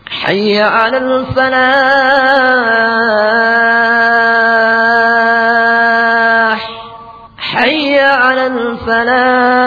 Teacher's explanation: Al-falah dibaca 2 sampai 6 harakat karena di situ juga mad harf disukun